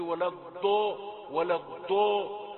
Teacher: يأتون بالضاد دالا قوية شديدة ثم يفخمونها. طب انت جايب لي الضاد من مقدمة الفم تقول لي ولا الضو ولا الضو، ده الضاد هتيجي من جانب من حافة اللسان اليمنى او اليسرى، ولو يعني جانب قوي وما يعني طويل فيه استطالة، ولو ضو. · Term: أخطاء المصريين